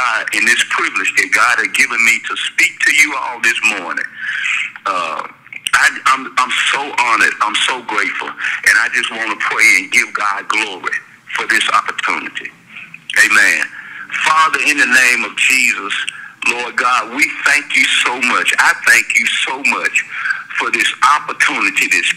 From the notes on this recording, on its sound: will be with us, via cell phone, in this podcast